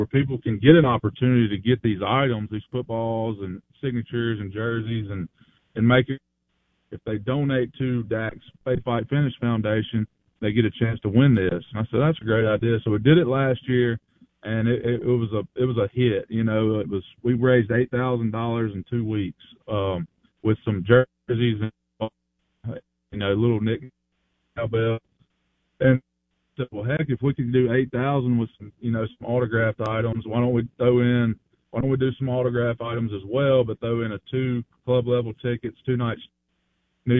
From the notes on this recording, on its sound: Live in the BankPlus Studio. Joins the show on Farm Bureau guest line.